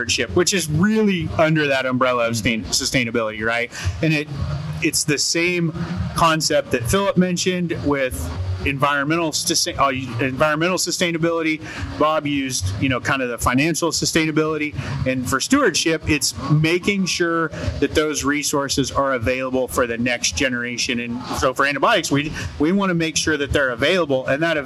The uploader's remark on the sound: Cattle Chat Live at the Kansas State Fair